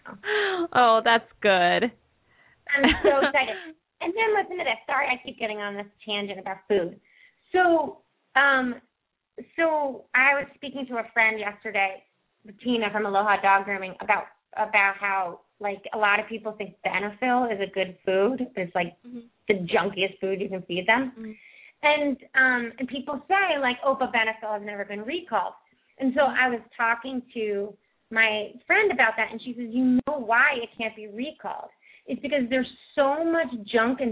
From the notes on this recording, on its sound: open up the lines for listeners to call